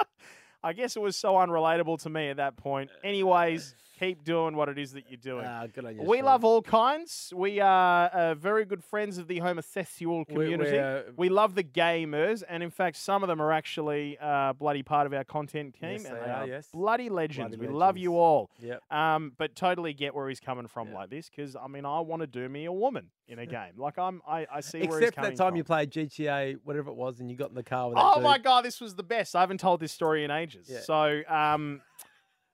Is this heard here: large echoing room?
no